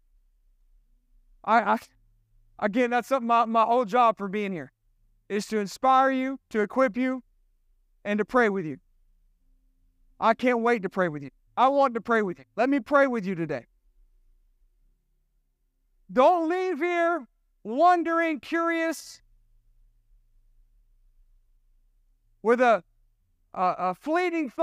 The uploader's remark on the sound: This sermon was recorded at Family Worship Center in Columbia, SC on Sunday, September 17, 2023.